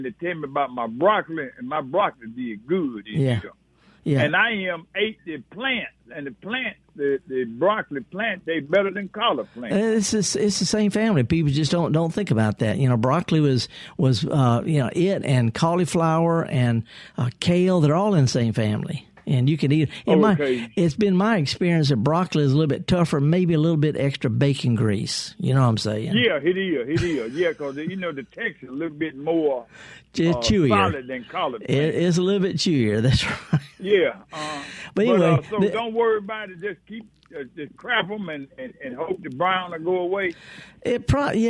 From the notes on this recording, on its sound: several callers